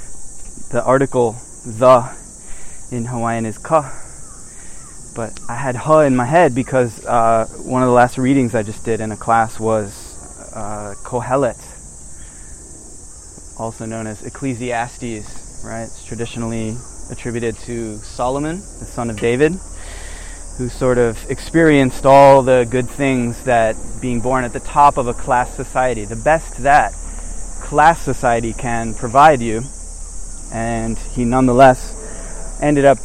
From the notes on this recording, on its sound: I record while walking through a midsummer Japanese mountain forest